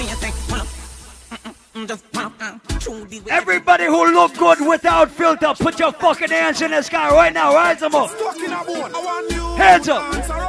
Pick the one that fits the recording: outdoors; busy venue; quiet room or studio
busy venue